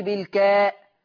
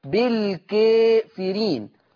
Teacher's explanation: بالكافرين ما يجدهاش فتحة كاملة، ما يقولش بالكاء، لا هنميل الفتحة شوية · Shown in: second take